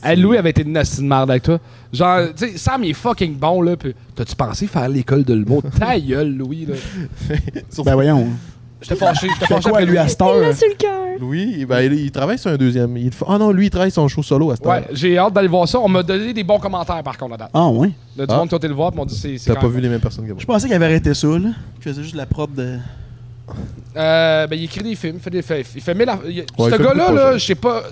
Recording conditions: busy venue